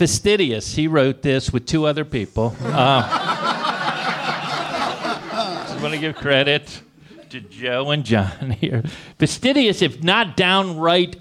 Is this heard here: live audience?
yes